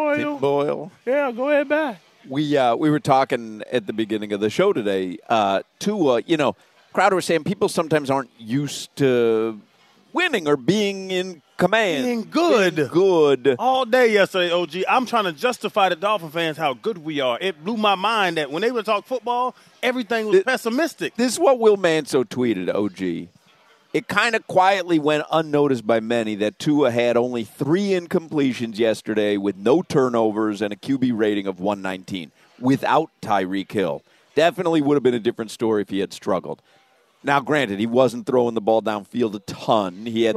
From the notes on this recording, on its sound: joins the show live at Twin Peaks